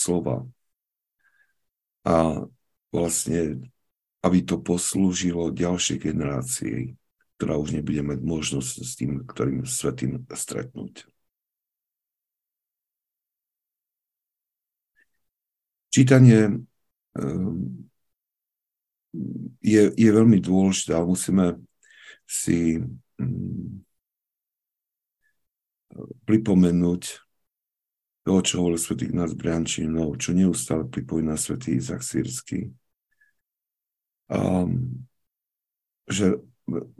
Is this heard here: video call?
yes